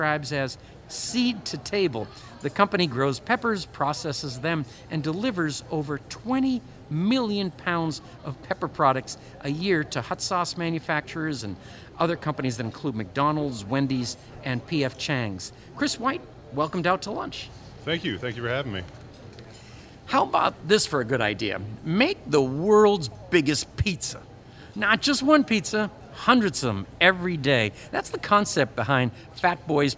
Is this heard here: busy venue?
yes